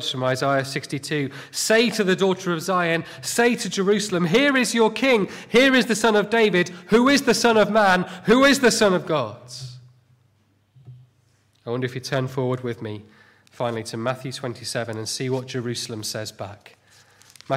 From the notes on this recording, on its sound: Sunday morning sermon